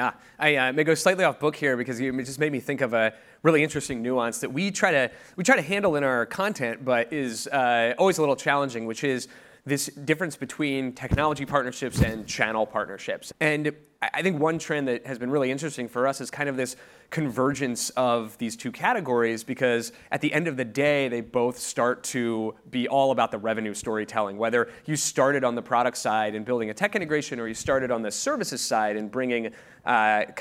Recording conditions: live audience